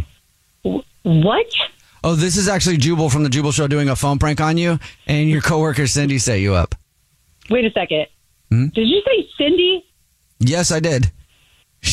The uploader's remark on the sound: on the phone for this First Day Follow Up